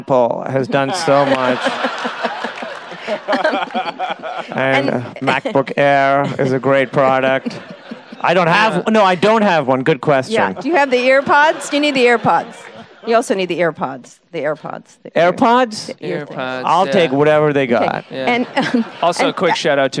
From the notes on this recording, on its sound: live interview, recorded in San Francisco after the premiere of the first two episodes of Season Four